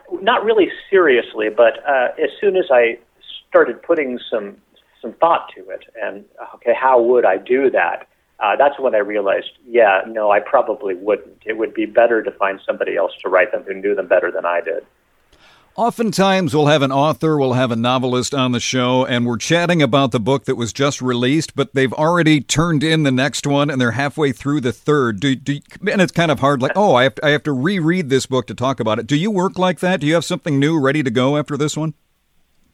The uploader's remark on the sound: called in for a chat